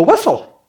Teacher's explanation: why in the world is it saying Wessel? Because there's no V in that dialect